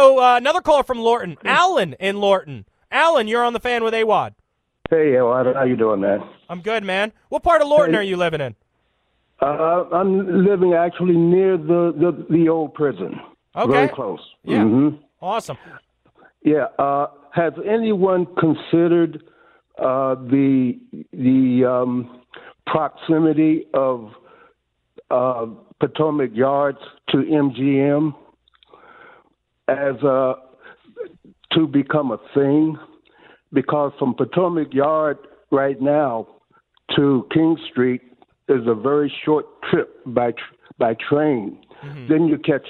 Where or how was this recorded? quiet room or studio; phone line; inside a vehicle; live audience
phone line